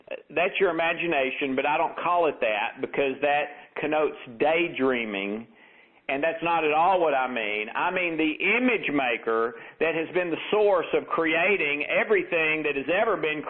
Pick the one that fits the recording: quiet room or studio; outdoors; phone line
phone line